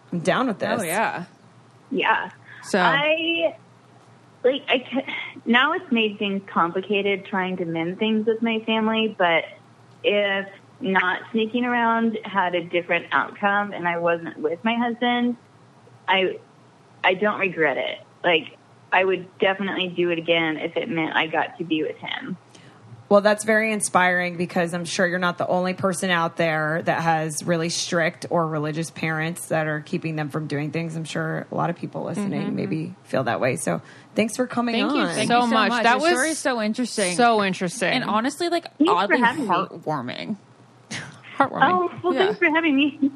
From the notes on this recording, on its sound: The ladies have people call in to discuss their most scandalous relationships that had to be hidden.